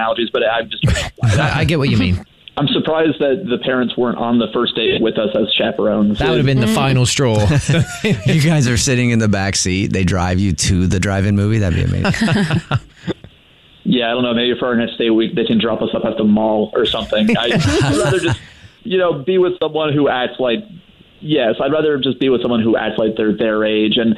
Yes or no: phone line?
yes